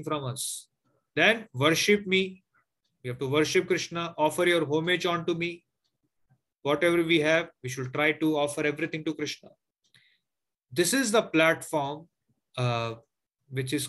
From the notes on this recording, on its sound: Zoom recorded classes